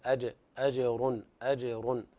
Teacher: الجيم تحتاج إلى زيادة في القلقلة